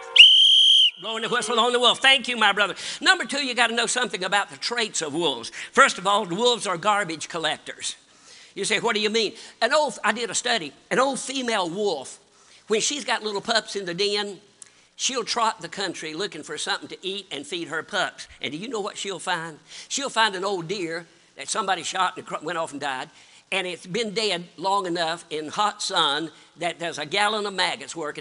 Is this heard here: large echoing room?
yes